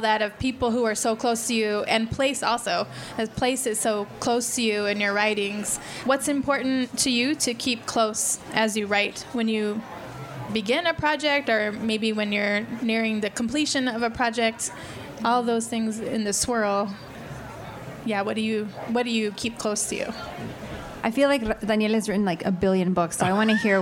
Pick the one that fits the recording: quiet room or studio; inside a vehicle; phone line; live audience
live audience